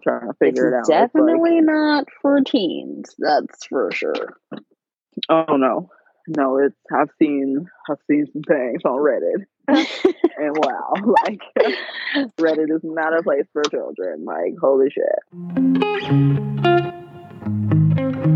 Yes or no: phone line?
yes